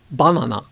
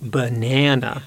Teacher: each of those syllables are said with the same length · Shown in: first take